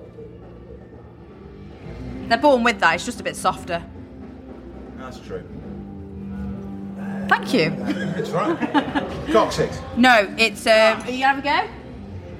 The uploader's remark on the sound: in the depths of the press area at SOS Festival